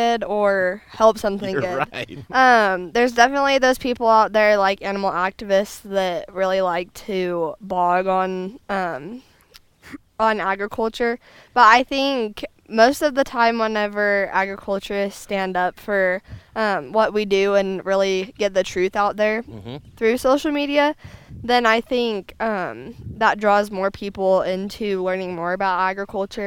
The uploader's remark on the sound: What an incredible Colorado farm family right here! Live at Jager's Livestock. Did we mention the goats?